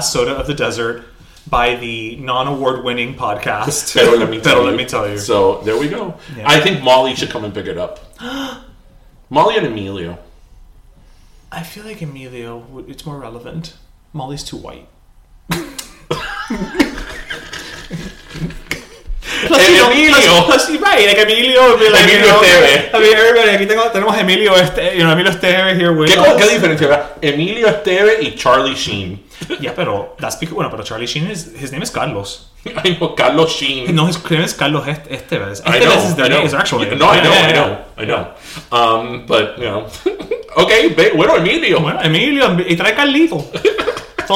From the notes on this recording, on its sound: Did we record this ep in a cave